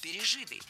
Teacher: Если перед нами причастие, а здесь перед нами именно оно, то ударение ставим на третий слог – пережитый.